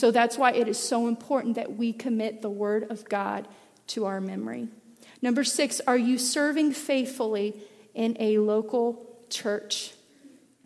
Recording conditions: large echoing room